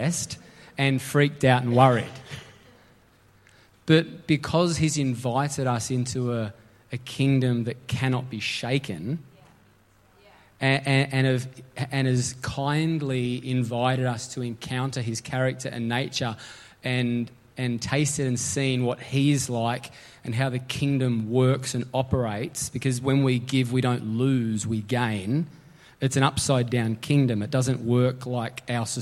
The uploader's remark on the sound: LIVE at Echo Church